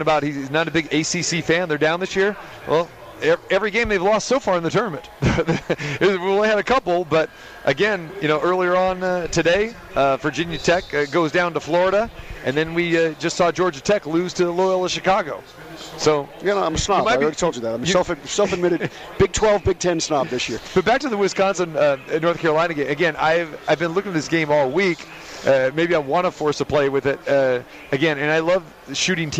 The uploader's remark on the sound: Live from the most exciting March Madness party on the planet, Hoops & Hops inside the Chelsea Theater at the Cosmopolitan of Las Vegas.